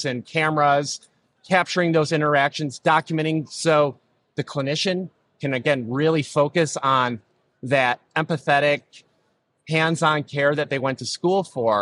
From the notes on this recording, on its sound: This episode recorded live at the 8th Annual Becker's HIT + DH + RCM Conference in Chicago.